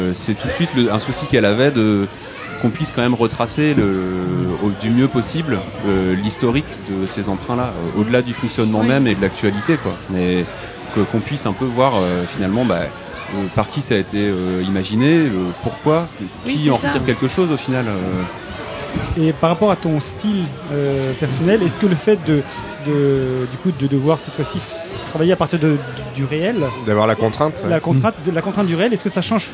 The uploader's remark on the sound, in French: Dans cet épisode entièrement enregistré au festival de la BD NormandieBulle